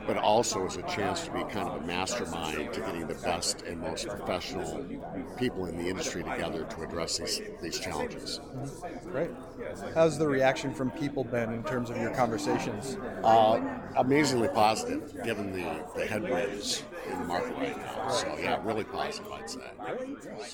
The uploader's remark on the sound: We feature interviews with several attendees of the NRMLA Annual Meeting and Expo recorded on-site during the event.